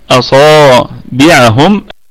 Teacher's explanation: طيب وأيضا فيها مد طبيعي وصلا وقفا اللي هو الألف ده، أصابعهم، الباء قلقلة نسبية وبقية الكلمة كلها مرققة